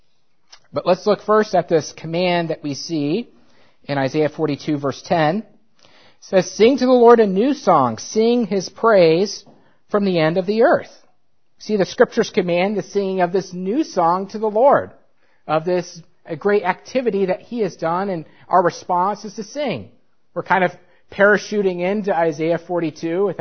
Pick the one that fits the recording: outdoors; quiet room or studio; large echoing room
large echoing room